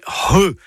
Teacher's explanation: C'est un gros H aspiré. Pensez à un hangar, hein, voilà, comme ça, ça va vous aider. · Term: C'H